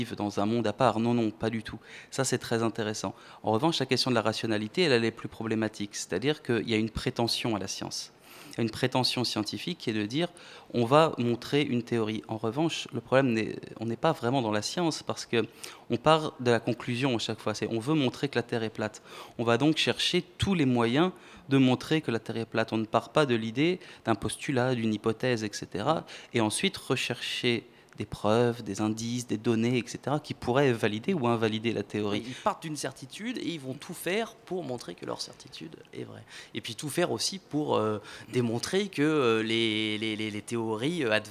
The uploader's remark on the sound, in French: Au programme de cette Matinale spéciale en direct depuis le Museum National d'Histoire Naturelle.